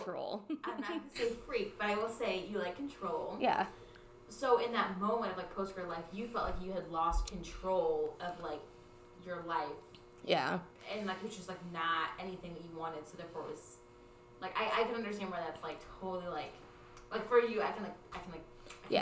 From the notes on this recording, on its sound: Join us in our drunkin' recording. A not-our-best sound quality episode.